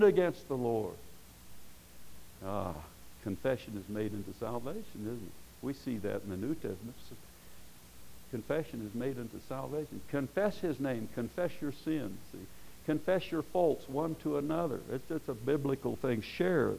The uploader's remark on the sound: Preached at Paradise Valley Christian Church.